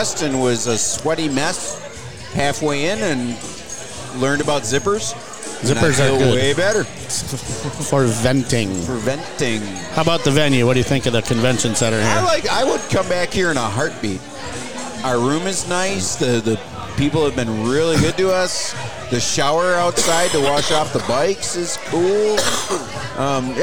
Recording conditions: busy venue